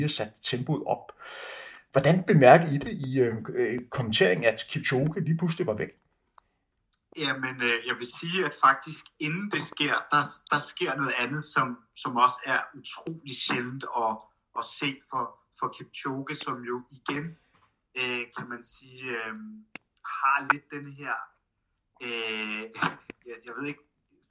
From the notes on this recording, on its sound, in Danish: Bemærk lyden hakker en lille smule på grund af den dårlig forbindelse.